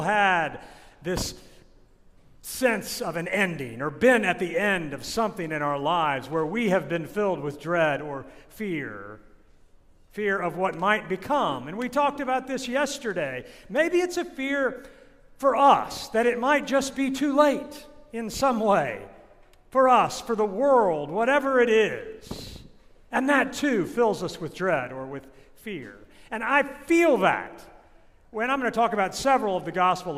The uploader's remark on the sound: This sermon was recorded at St. John’s Episcopal Church in Tallahassee, Florida in 2022 at the Great Vigil of Easter.